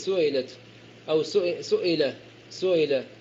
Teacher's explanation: إذا كانت مكسورة بعد ضم مثل سئلت فيكون فيها التسهيل، سئلت أو سئلة بالتسهيل، تسهيل الهمزة بينها وبين الكسرة